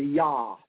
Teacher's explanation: there's no J sound in Hebrew or Greek, and so it's a Yah